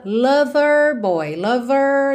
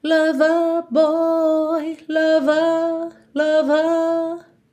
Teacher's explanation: No inglês americano eu cantaria lover boy, lover da porta com a perna esquerda. Já no inglês britânico eu alongo esse E. · Shown in: second take